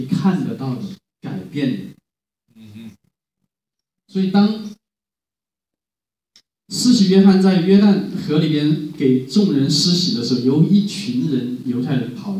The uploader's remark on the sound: Living Stone Chinese Community Church. Preached at Living Stone, Sunday 2018-01-28.